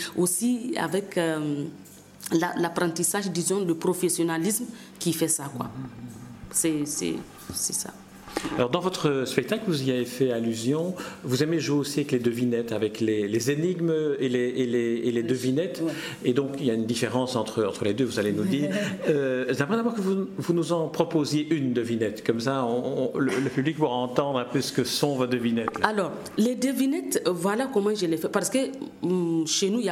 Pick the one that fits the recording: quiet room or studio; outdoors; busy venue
busy venue